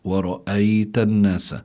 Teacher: الياء ساكنة، ما قبلها مفتوح ورأيت الناس، فهنا الياء هي حرف لين، وهذا الواقع اللي هون بسموه مد لين يعني.